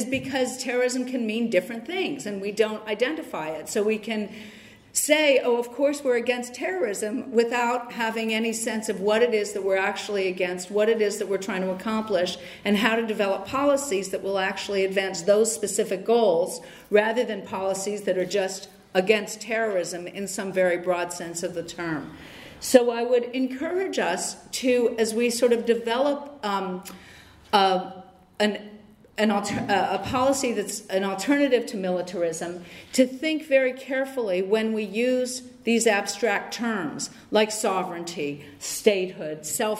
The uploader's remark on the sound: Lecture on the conference "70 years: no peace with NATO" by Rosa-Luxemburg-Stiftung in Frankfurt, Germany, March 31 2019